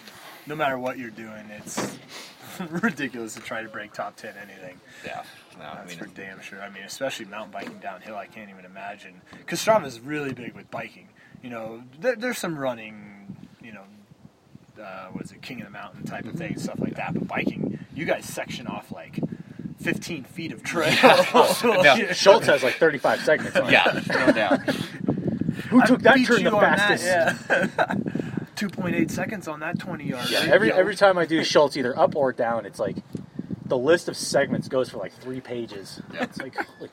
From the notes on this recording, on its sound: The wind has many other plans. I am still learning all about the audio side of things.